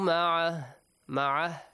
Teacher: If you stop, you ignore the waw, and also the dhamma on the top of ha will be omitted.